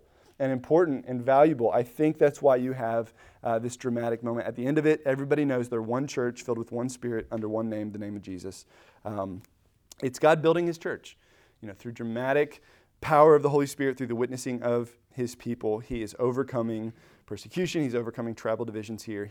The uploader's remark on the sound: Recorded at Emmaus Church in Buford, GA